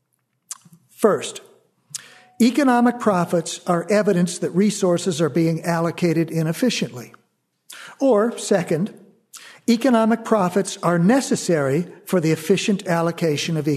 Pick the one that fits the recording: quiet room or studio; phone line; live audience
live audience